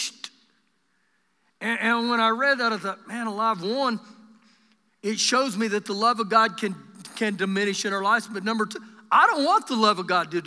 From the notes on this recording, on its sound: Recorded live during our Sunday morning service